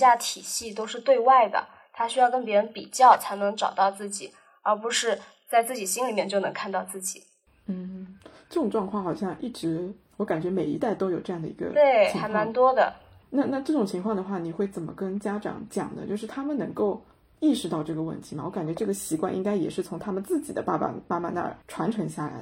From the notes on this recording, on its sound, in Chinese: 本期为远程录制，音质没那么好且有少许环境音